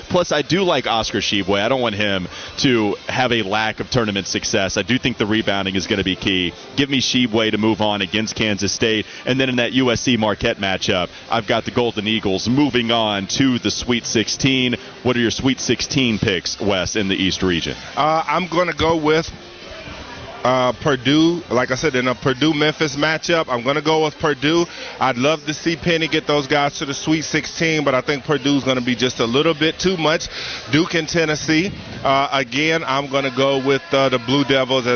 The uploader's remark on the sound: live from Carolina Ale House in Concord Mills